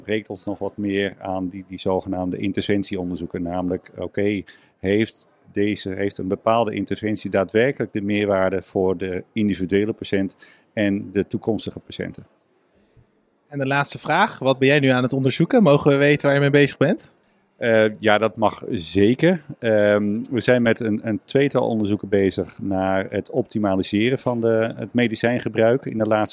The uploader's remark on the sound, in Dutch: Congres de Stervensfase. Live bij het congres!